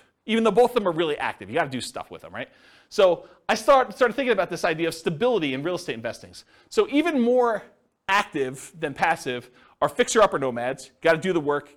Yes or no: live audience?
yes